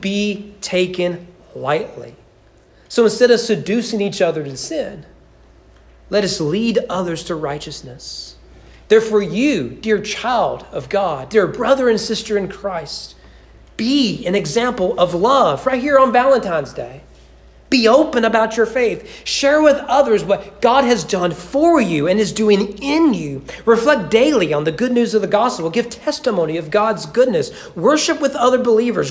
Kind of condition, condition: setting, large echoing room